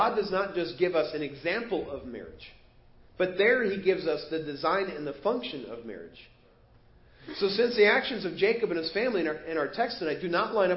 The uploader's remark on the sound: Preached at First Baptist Church of Hazel Park